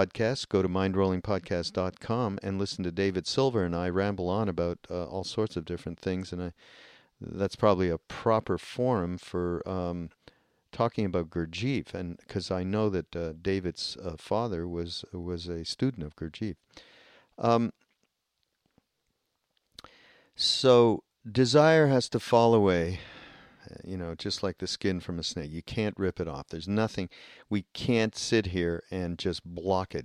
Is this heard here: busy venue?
no